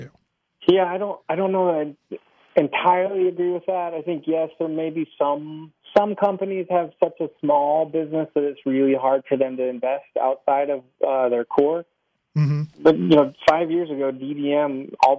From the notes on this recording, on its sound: A follow-up phone interview to a recent podcast.